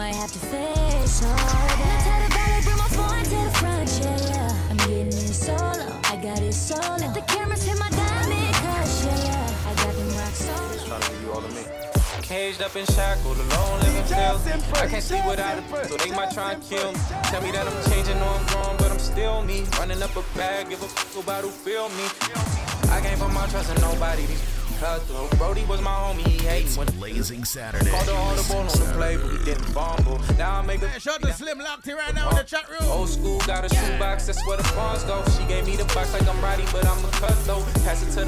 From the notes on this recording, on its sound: Live audio recording. Jahkno Radio.